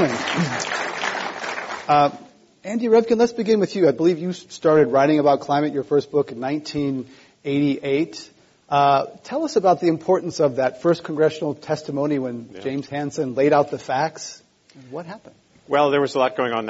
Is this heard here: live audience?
yes